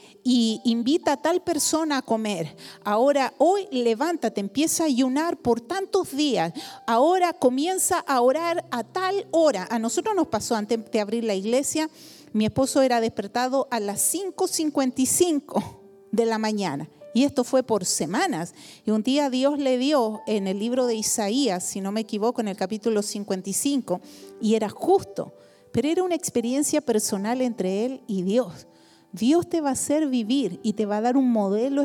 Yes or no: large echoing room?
yes